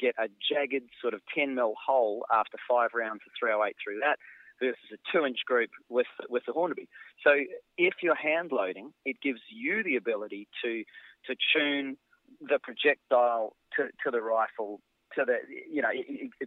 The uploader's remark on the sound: we also have a quick phone interview